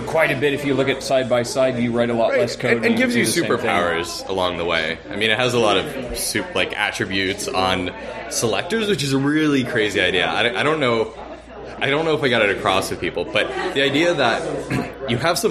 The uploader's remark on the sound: From the RubyFringe conference in Toronto.